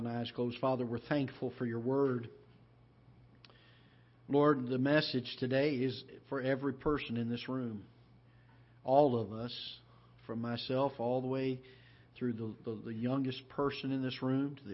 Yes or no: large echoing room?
yes